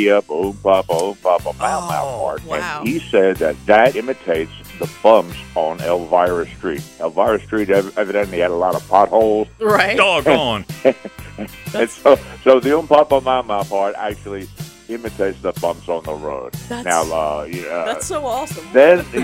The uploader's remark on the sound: called into The … and … Show